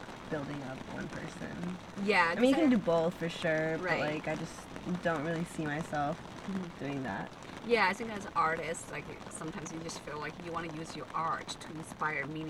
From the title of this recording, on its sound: In The Car